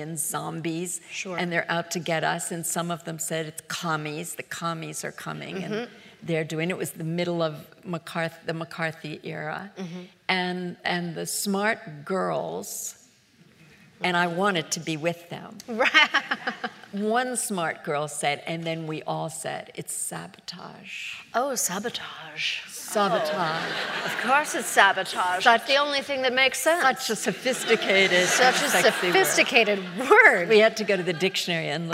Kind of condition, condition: setting, live audience